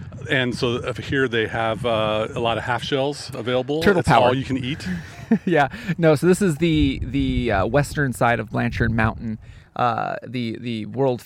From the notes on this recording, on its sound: For this summit of an episode, we recorded live from the top of the Whatcom famous Oyster Dome.